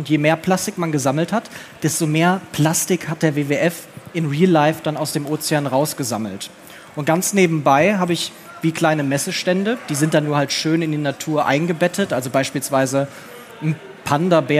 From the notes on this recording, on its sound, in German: Diese Folge haben wir live auf der Bühne aufgenommen. In Dortmund.